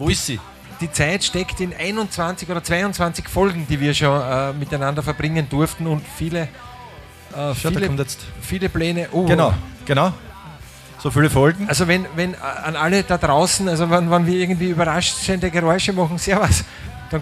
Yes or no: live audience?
yes